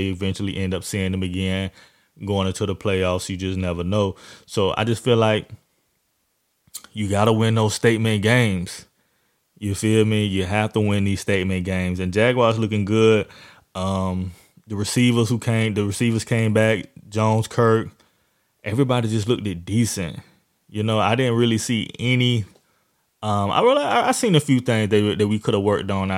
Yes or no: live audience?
no